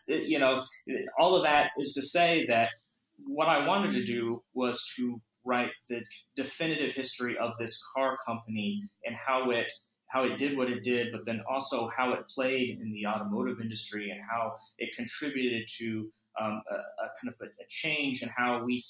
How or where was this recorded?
video call